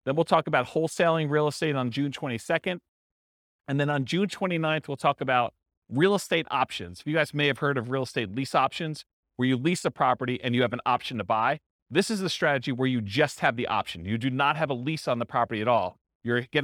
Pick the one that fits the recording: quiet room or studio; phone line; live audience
live audience